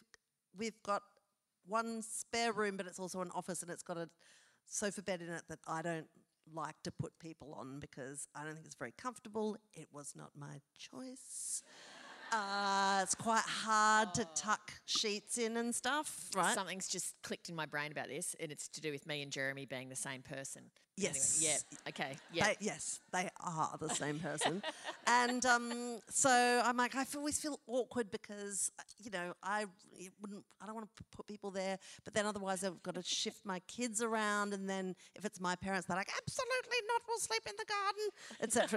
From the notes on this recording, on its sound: Live show recorded at The Theatre Royal, Hobart, Tasmania